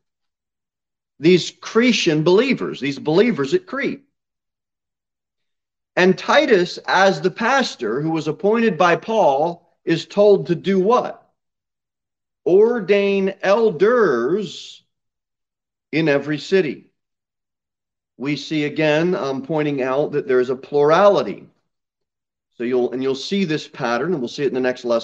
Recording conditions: large echoing room